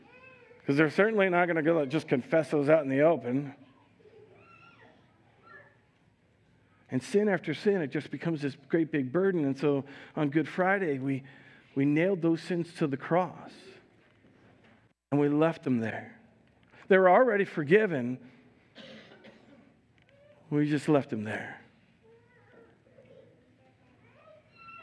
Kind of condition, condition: setting, large echoing room